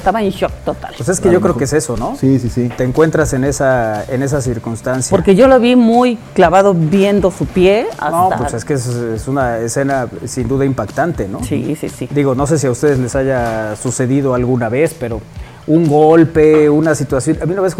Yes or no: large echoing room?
no